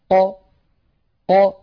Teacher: فعند سكون القاف بدلا من أن تخرج القاف بتصادم طرفي المخرج هكذا أق، بدلا من ذلك تخرج هكذا ق ق بتباعد الطرفين · Term: القلقلة